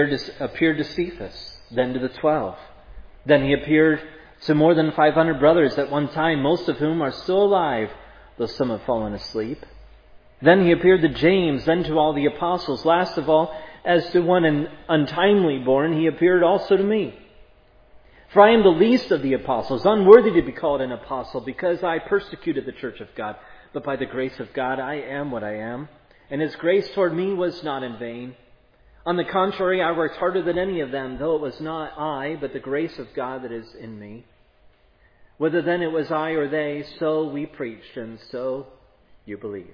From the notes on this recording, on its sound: This sermon was preached at Providence Church